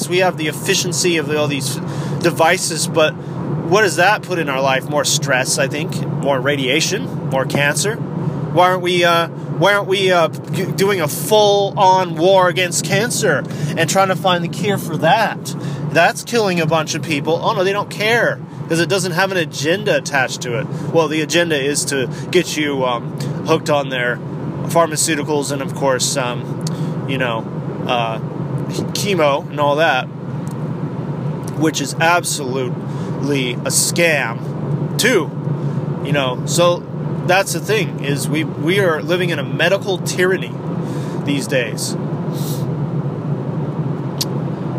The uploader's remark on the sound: CHANT IT DOWN RADIO GOES MOBILE IN THIS EPISODE. IS IN THE CAR ON A LOS ANGELES FREEWAY.